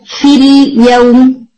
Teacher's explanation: جیسے فی اور اس کے بعد اگر ورڈ آ جائے الیوم، تو آپ اس کو فی یوم پڑھنے کی بجائے فی یوم پڑھتے ہیں، یعنی یا مدیا ڈلیٹ ہو جاتا ہے